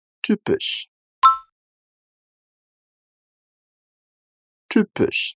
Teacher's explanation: após o T, ele tem um som de U